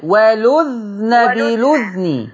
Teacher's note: هذا فرش يقرأ ورش بسكون الذال